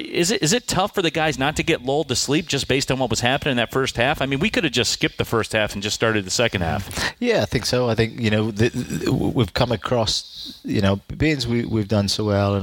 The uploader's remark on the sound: Live at Ultimate Soccer Arena after Detroit City's 1-0 win over the Michigan Stars.